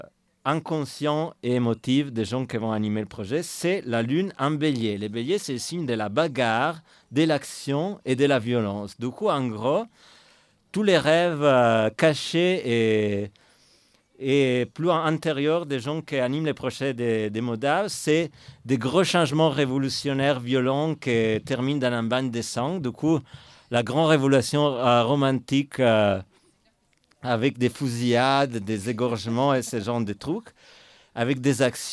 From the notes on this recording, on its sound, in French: Festival de Modavie 2023. Enregistrements réalisés pendant l'édition du festival de Modavie de mai 2023.